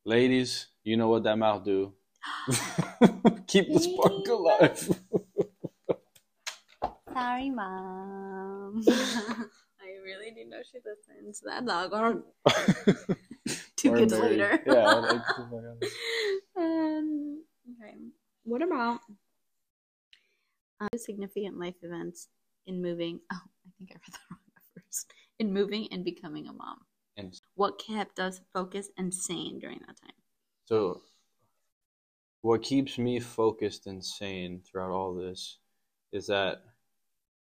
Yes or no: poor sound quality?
yes